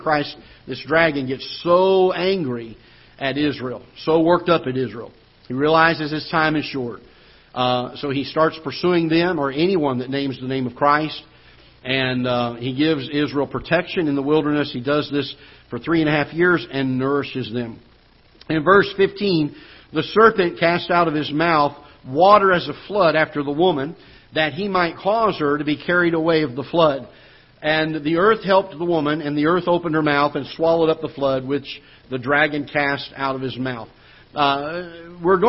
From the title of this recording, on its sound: Ketha Heights Baptist Church ~ Live Broadcast